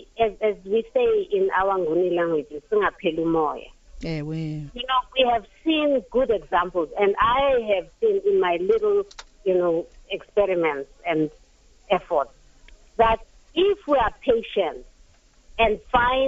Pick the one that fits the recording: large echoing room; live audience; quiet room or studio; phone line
phone line